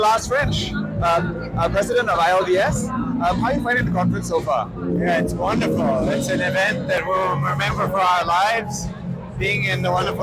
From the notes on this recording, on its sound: Caught up with some of the delegates and dermatologists at The President's Dinner. Day 3 at the 25th WCD in Singapore.